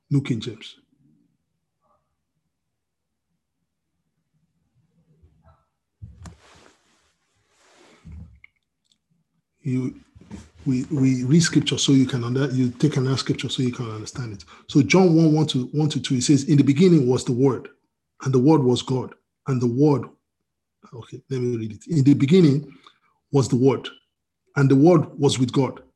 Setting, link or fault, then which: link, video call